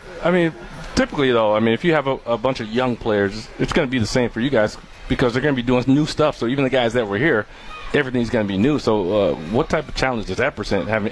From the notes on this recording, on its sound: broadcast LIVE from the Marquette Athletic picnic